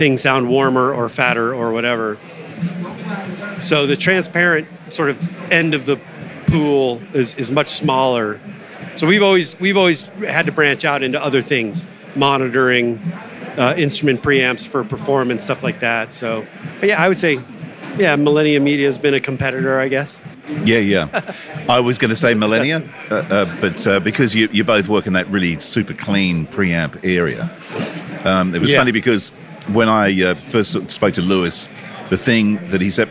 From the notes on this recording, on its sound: Live From NAMM. With NAMM on in Anaheim this week. Take you live to the floor.